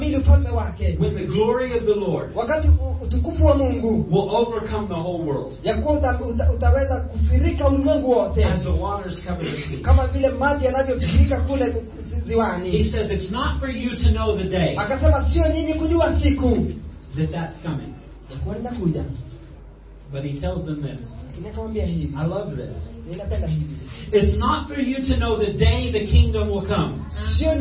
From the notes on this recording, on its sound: Impartation at Sozo Ministries Church, Juja, Kenya. This sermon was recorded at Sozo Ministries Church – Juja, Kenya. The interpretation is in Swahili.